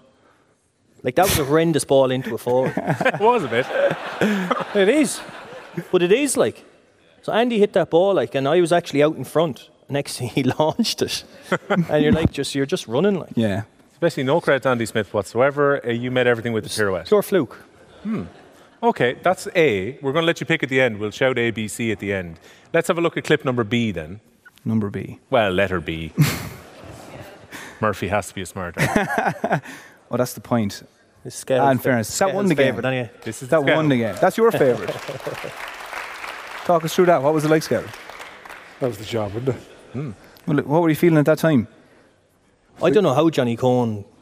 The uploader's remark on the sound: Live in The Bord Gáis Energy Theatre ahead of this weekend's All-Ireland Hurling final!